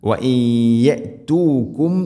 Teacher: നൂനിനെ യായിലേക്ക് ഇദ്ഗാം ചെയ്ത് മണിച്ചുകൊണ്ട് ഉച്ചരിക്കണം · Term: ഇദ്ഗാം ബിഗുന്ന